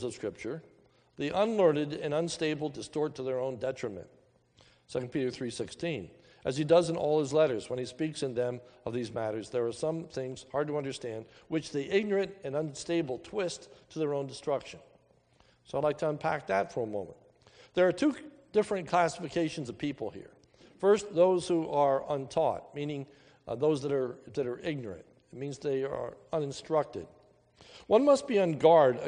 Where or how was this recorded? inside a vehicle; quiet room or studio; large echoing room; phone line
large echoing room